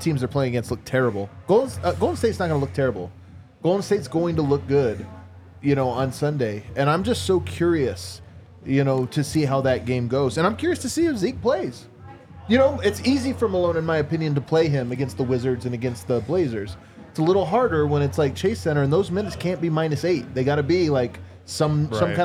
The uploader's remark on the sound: come to you LIVE from the DNVR Bar